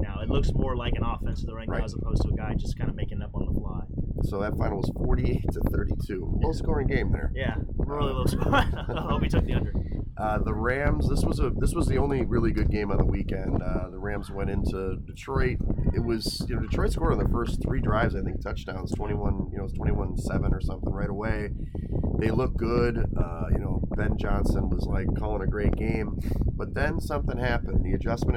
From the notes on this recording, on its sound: Live from Gulfport. On the beach.